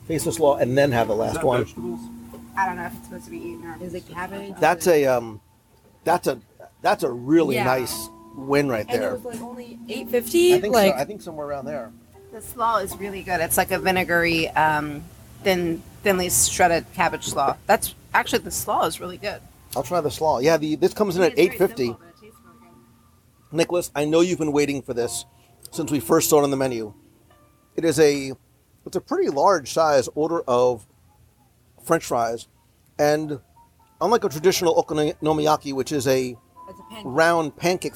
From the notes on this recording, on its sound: Live Review of Katsura Grill in Japan in EPCOT. As we gather around a table in the outdoor, upper level seating area at Katsura Grill in the Japan pavilion in EPCOT.